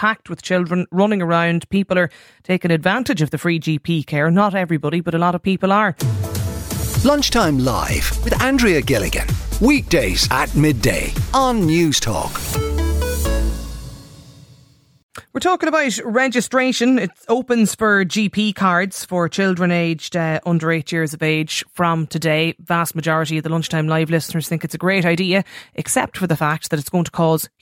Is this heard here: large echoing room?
no